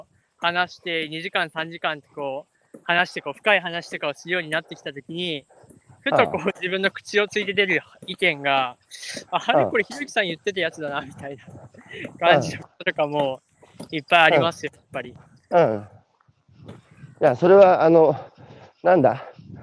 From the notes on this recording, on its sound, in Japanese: 歩きながら1時間、対談する